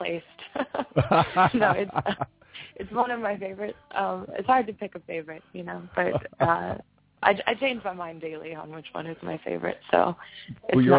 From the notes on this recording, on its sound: Call in from SXSW. Calls in from SXSW. Since the band will be on cellpones and standing on a corner outside their next gig, there will be distortion and background sounds.